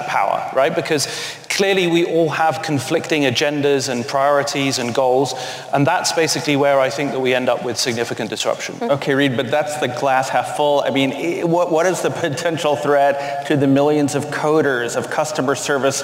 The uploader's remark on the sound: Bloomberg Technology is live from the Bloomberg Technology Summit in San Francisco.